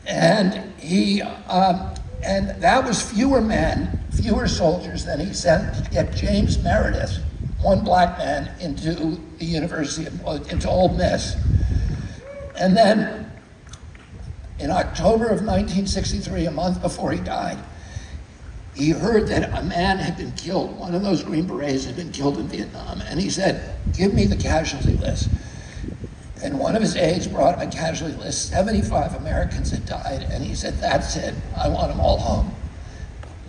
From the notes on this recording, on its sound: Heal the Divide from San Diego! Recorded this speech from the audience at Humphrey's By The Bay in San Diego, May 29 2023.